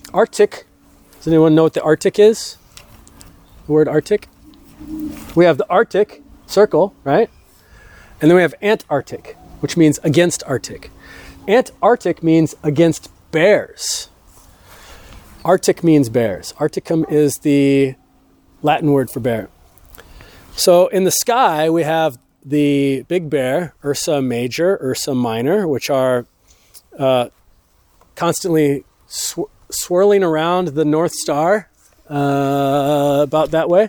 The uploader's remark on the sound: A haunted herb walk recorded on a full moon lunar eclipse in an old growth forest with a church clergy cemetery. Live to about 20 people on a chilly October the 28th just before sunset.